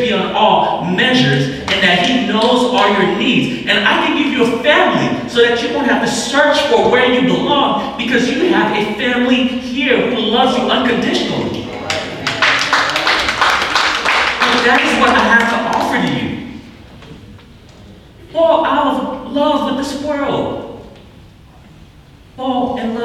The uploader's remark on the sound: We apologize for the bad audio. This was a secondary source to capture the message.